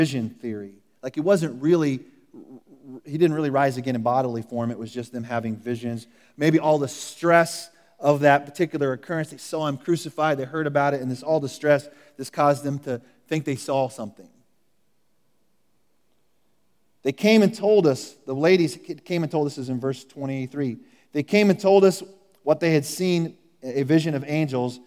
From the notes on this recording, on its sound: Recorded at The Calling Community Church located in Platte City, Missouri. Services are held in the Platte County High School auditorium at 10:30 a.m.